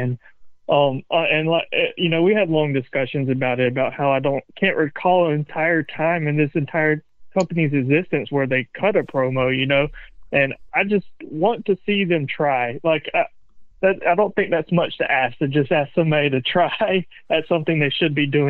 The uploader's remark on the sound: With live caller and email input along with an on-site correspondent who attended in Stockton, Calif. The production glitch that led to the video being replayed.